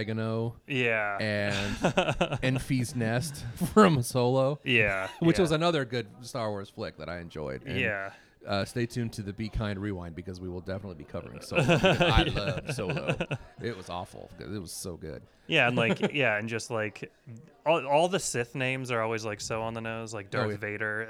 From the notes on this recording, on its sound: live from KramusCon in Boise, ID.